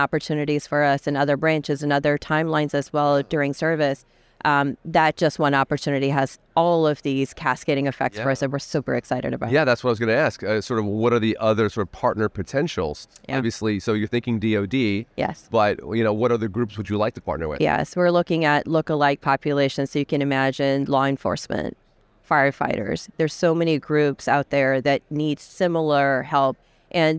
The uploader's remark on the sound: recorded at the ViVE 2023 conference in Nashville